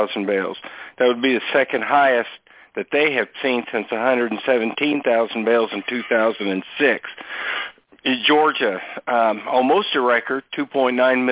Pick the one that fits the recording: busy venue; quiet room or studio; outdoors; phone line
phone line